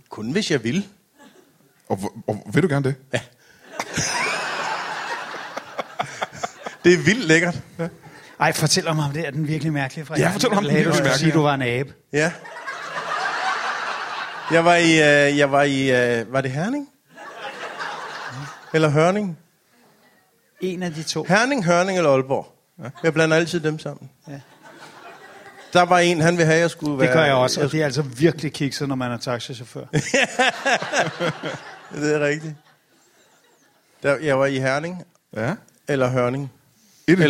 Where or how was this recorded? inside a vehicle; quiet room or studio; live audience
live audience